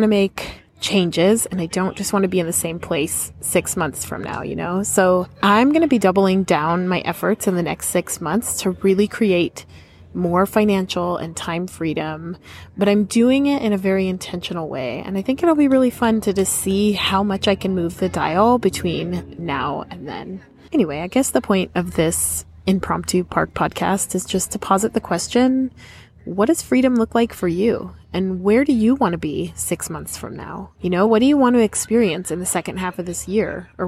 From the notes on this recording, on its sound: A Park Bench Conversation. An open-hearted, off the cuff chat from the park. Lavalier Lapel Microphone.